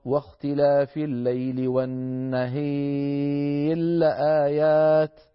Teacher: نحول الراء إلى لام وندغم اللام في اللام